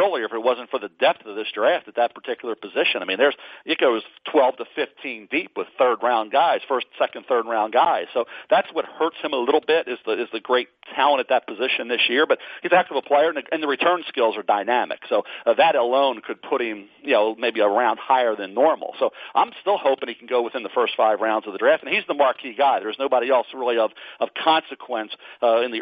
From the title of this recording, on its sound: NFL Draft Conference Call